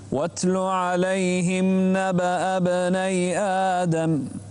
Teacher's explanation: هذه الهمزة الثانية همزة وصل، لا تنطق.